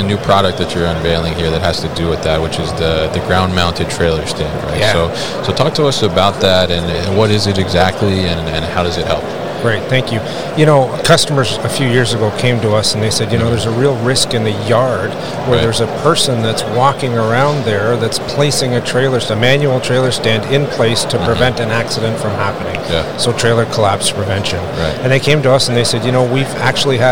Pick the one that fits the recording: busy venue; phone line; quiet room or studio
busy venue